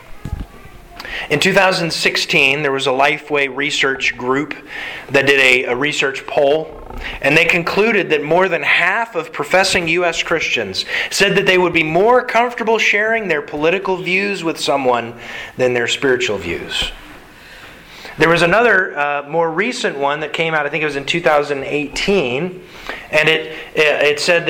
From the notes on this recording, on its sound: Sermon delivered to the Galena Bible Church Sunday October 10th, 2021.